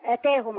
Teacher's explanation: ما ينفعش اقول اتاهم ومط الهمزة يعني بيقولوا اسمها همزة ممدودة.